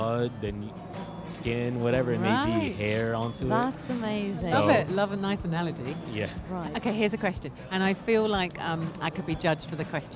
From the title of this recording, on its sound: Live from SIBF 2023